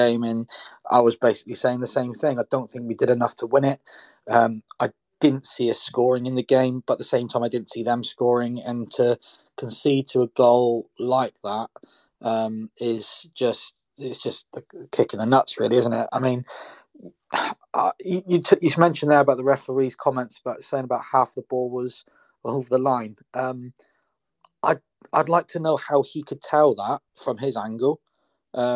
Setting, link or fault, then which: link, video call